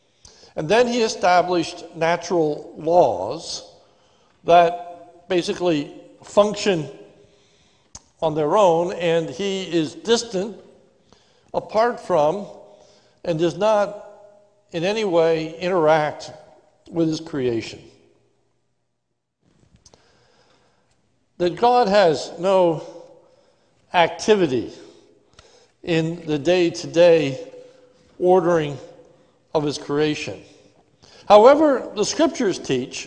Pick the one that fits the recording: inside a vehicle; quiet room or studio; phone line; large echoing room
large echoing room